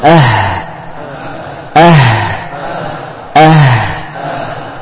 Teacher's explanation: Bahwasanya ha ini bukan hanya mengalirkan nafas, tapi juga suara juga harus dipanjangkan, sebagaimana huruf-huruf yang lain. · Term: huruf ha